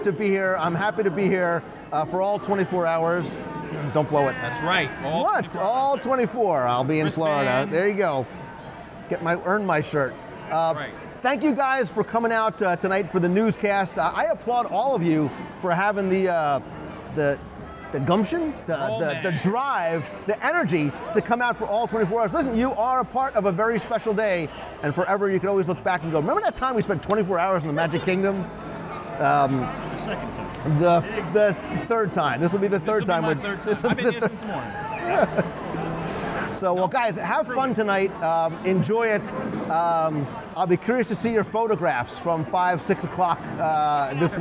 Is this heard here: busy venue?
yes